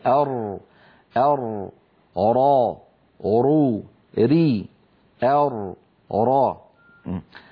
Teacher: من طرف اللسان مع ما يحاذيه من اللثة قريبا من مخرج النون · Term: حرف الراء